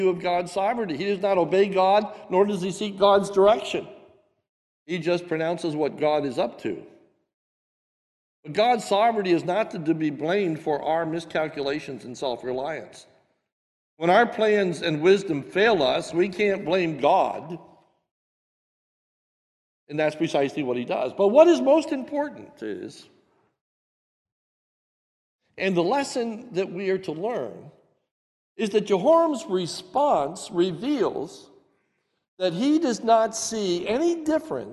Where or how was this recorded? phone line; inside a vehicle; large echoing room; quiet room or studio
large echoing room